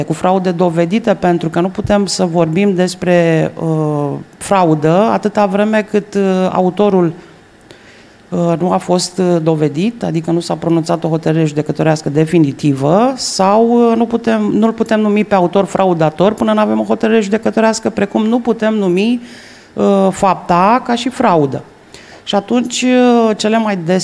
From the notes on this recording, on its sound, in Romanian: FRAUD SUMMIT 2021. Pe scena evenimentului, fizic și via Zoom.